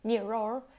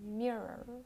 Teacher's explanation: you pronounce it like a long R instead of two short R's · Shown in: second take · You don't say mirror, there's clearly no O sound, you say mirror.